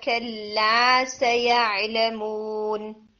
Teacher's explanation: आपका कल्ला का जो अलिफ है ये थोड़ा शॉर्ट हो गया था, इसको हम 2 हरकात खींचेंगे।